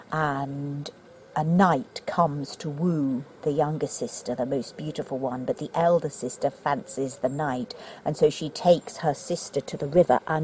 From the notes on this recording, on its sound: recorded in the open-air